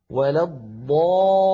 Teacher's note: اللام الأولى بين الرخوة والشديدة زمنها يحتاج إلى جريان ضئيل مساو للحم، ولضالي لامان هذه اللام الأولى، لي هذه اللام الثانية